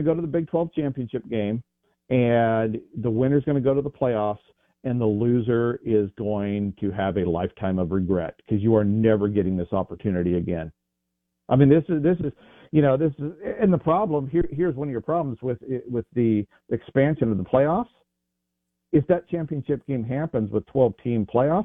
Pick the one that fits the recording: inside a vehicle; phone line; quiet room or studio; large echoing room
phone line